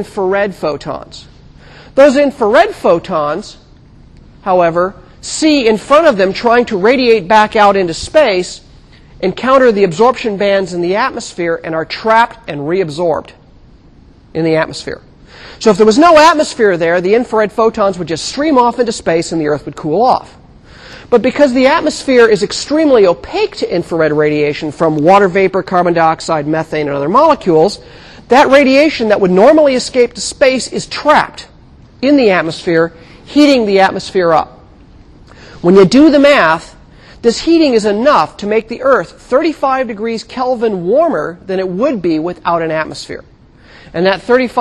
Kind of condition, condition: setting, large echoing room